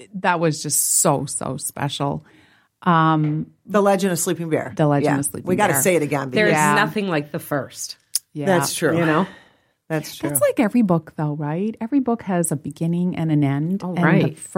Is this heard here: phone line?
no